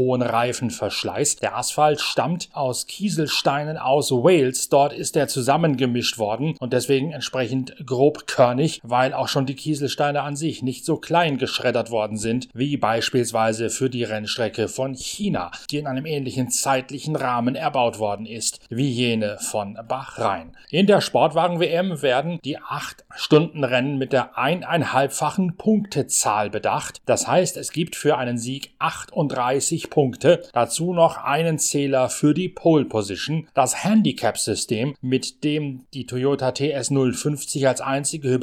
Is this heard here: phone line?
no